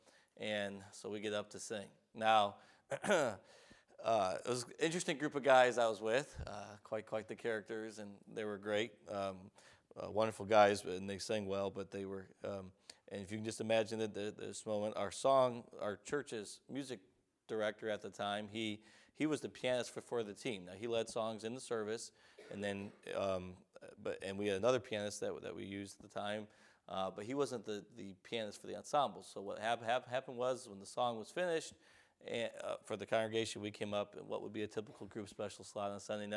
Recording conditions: large echoing room